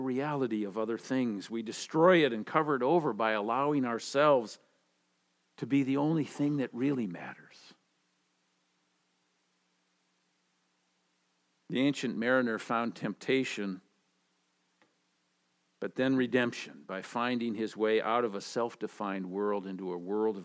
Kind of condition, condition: setting, large echoing room